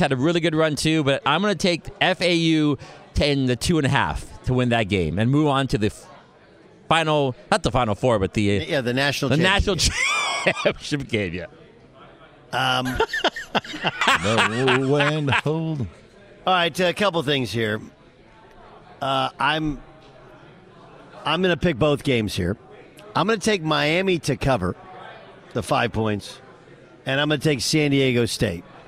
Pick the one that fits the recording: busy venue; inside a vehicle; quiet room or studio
busy venue